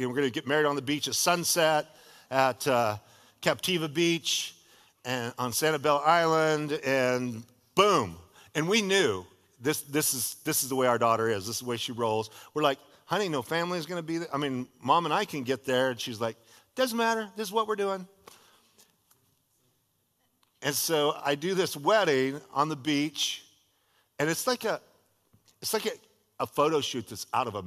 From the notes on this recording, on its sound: was a sermon delivered as part of The Beginning and The End Series at Godspeak Calvary Chapel in Newbury Park, California